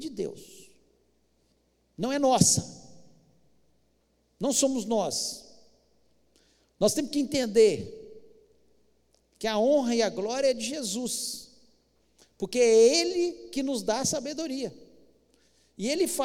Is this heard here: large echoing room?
yes